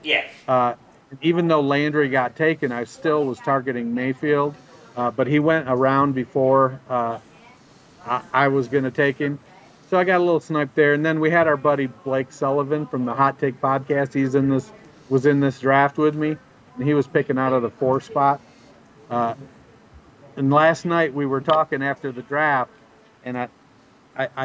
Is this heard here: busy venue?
yes